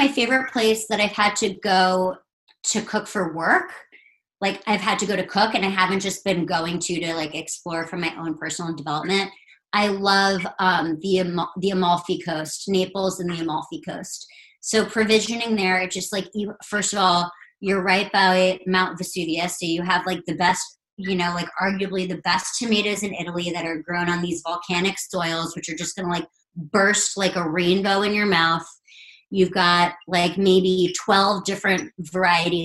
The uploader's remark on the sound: An Instagram Live Podcast